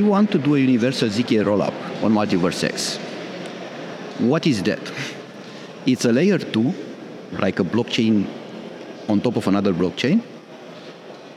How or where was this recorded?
busy venue